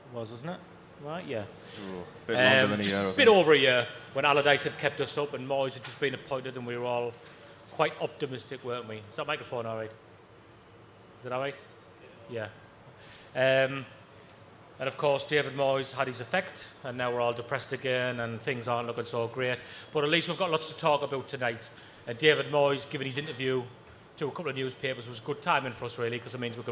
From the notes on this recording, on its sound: Live at Southwark Brewery! We'd like to thank all of the people that came out to see us.